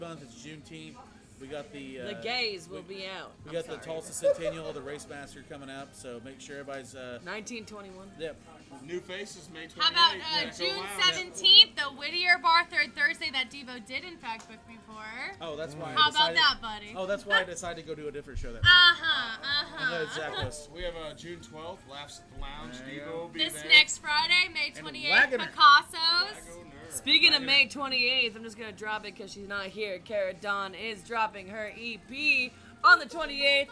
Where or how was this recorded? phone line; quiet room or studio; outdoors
outdoors